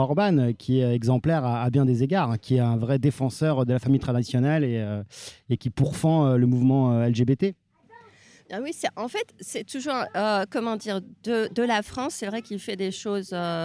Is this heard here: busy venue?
yes